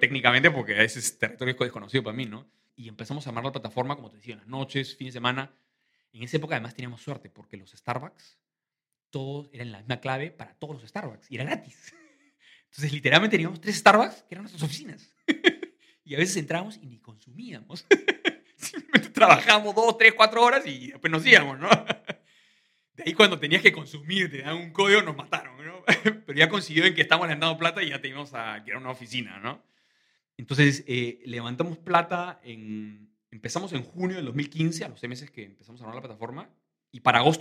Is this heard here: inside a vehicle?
no